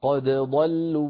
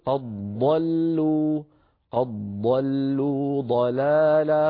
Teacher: فنقول قد ضل بدال مرققة ثم ضاد مفخمة · Shown in: first take · Term: من غير إدغام